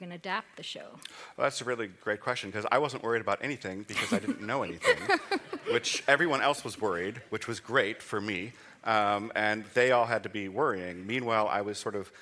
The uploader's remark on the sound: Recorded live at the Nordic Media Days Festival in Bergen Norway.